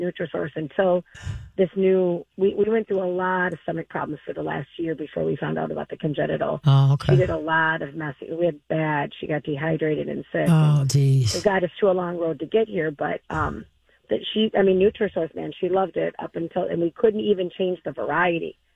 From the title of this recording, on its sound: More Great callers with great questions